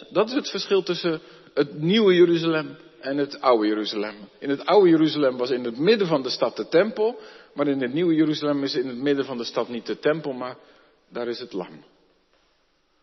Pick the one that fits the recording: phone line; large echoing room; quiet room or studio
large echoing room